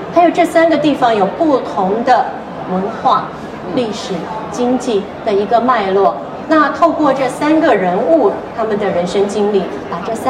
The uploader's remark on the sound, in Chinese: 在2023台北國際書展座談會上。在佛光山攤位舞台上。